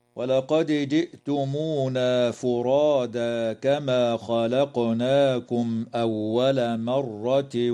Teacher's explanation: تقلقل الدال في كلمة ولقد، وكذا القاف في كلمة خلقناكم، وتظهر الميم الساكنة عند الهمزة في قوله تعالى خلقناكم أول